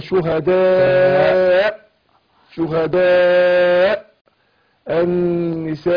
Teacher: لازم احقق الهمزه اضغط على مخرجها · Term: الهمزة المتطرفة